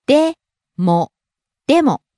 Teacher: Starts high, falls on mo, the second syllable.